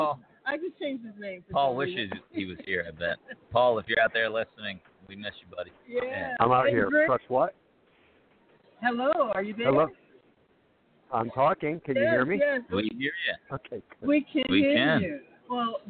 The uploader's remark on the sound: LIVE #BBCCon Las Vegas